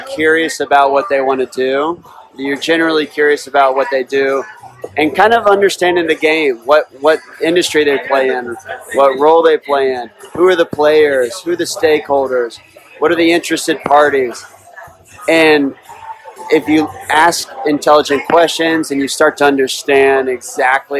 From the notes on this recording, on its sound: We recorded it in Ireland while at a pub, so a little chaotic, but nonetheless we prevailed.